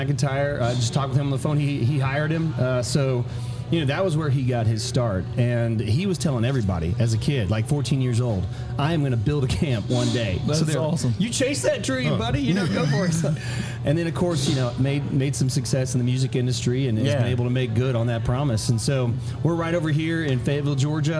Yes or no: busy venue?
yes